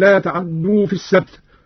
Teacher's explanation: وقلنا لهم لا تعدوا في السبت، أبدلت التاء دالا وأدغمت في الدال الثانية